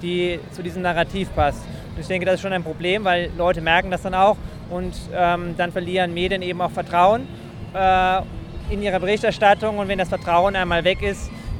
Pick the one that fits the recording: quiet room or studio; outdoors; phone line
outdoors